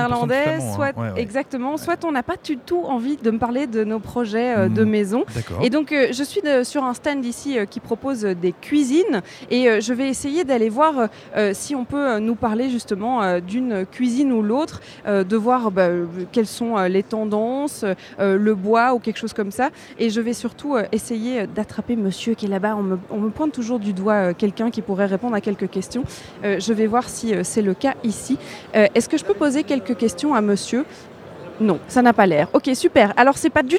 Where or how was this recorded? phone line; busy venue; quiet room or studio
busy venue